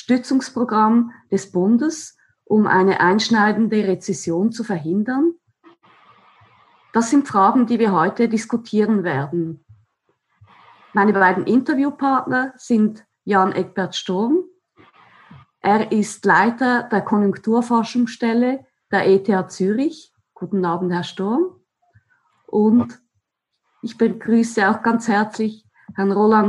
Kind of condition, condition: link, video call